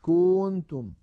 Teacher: الخطأ أن يمط ضمة الكاف فيقول مثلا كنتم.